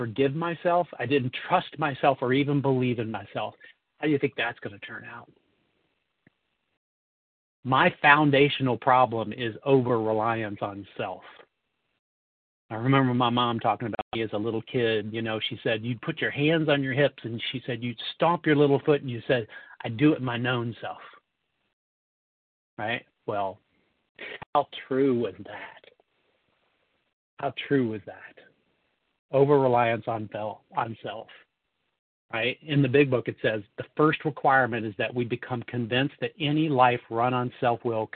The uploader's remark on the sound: 100 Pounders Phone Meeting, 11/21/23